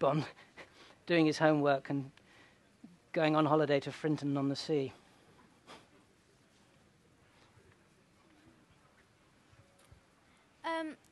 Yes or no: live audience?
yes